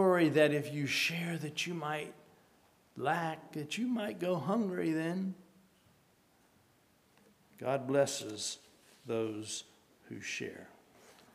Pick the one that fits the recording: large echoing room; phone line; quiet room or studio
large echoing room